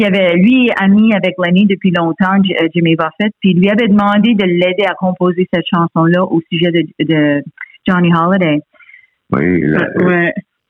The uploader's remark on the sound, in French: Par téléphone les deux membres de la formation.